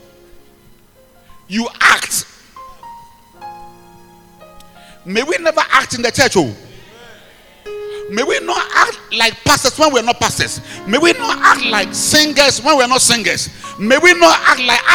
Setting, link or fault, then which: setting, large echoing room